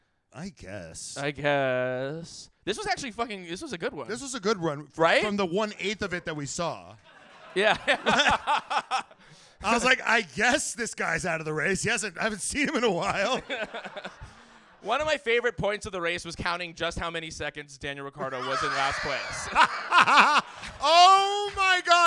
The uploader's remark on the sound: USGP RACE RECAP: LIVE IN AUSTIN!!! LIVE SHOW AUDIO ALERT. This episode was taped at our LIVE SHOW in Austin!!!